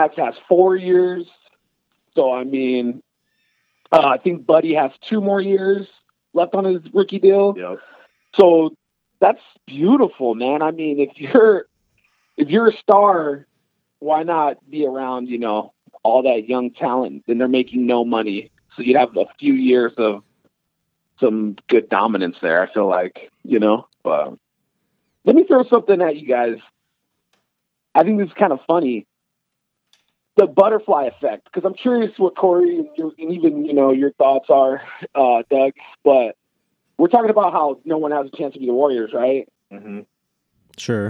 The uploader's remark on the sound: Brave the Pacific Northwest blizzards to join the podcast by phone.